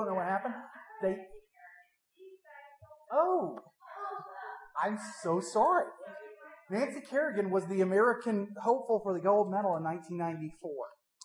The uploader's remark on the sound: THE SOUND QUALITY IS AWFUL DUE TO A MIC FAILURE.